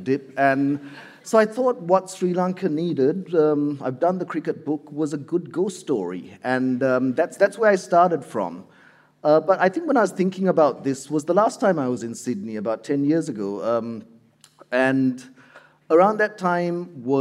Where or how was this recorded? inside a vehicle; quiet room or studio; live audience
live audience